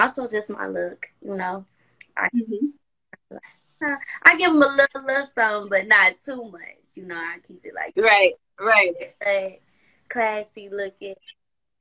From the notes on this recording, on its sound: special Instagram Live #WFH edition